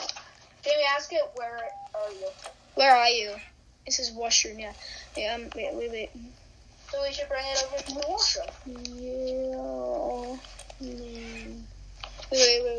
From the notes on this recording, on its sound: HEADPHONE WARNING.